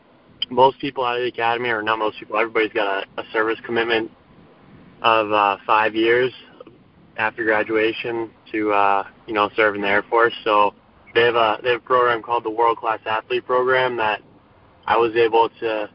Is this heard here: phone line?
yes